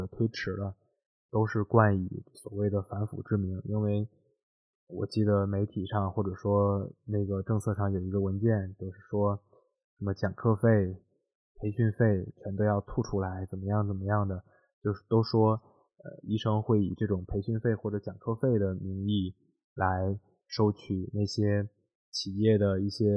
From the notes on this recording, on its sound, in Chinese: 希望大家体谅我的录音和剪辑